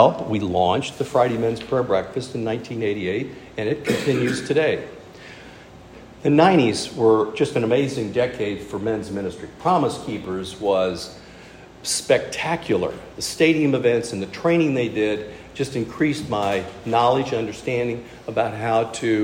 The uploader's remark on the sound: speaking at our monthly "King's Men", Men's Ministry event